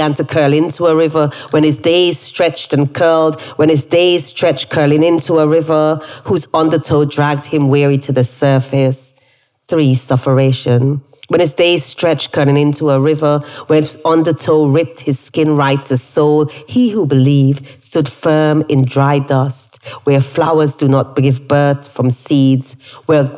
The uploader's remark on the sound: Live and Direct from The Roundhouse. As part of our 40th Birthday Celebrations at Roundhouse.